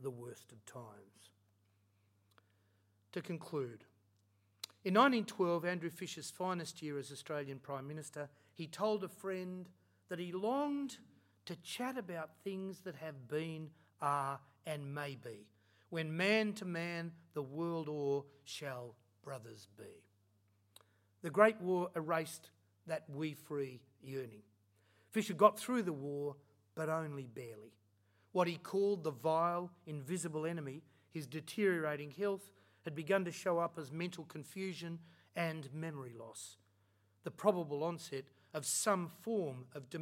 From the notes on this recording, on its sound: Recorded at Australia House, London on 22 October 2019